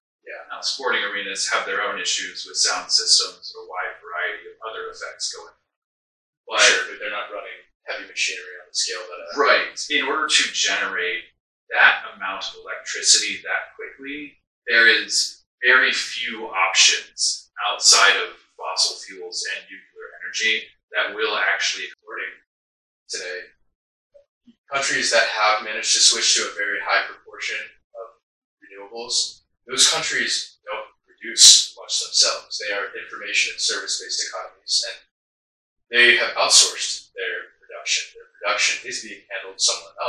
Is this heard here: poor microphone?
yes